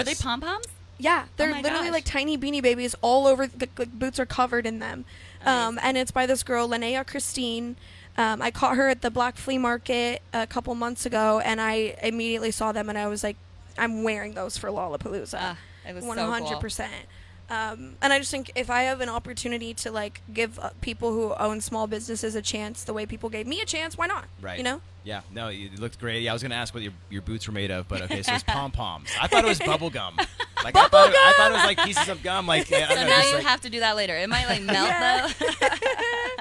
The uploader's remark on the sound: The MIX is live backstage at Lollapalooza 2022!